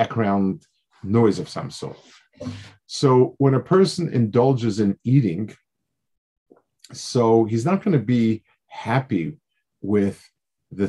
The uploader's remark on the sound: This shiur take place over Zoom on Motzei Shabbos.